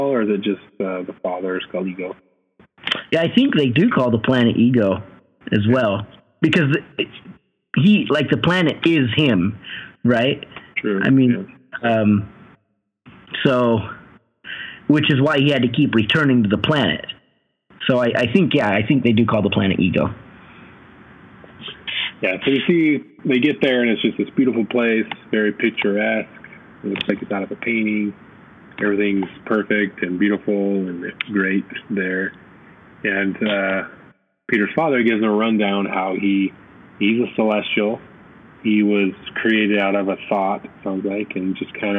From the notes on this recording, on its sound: We again apologize for the poor audio on this one. We recorded GotG Vol 1 and 2 back to back and didn't realize it was bad audio until after we were all done.